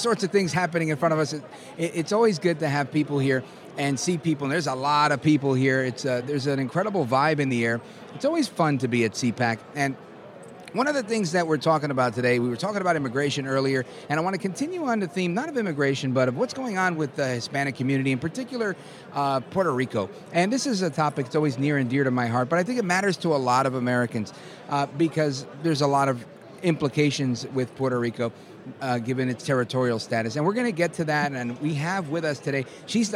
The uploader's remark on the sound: While on media row at CPAC in Washington D.C.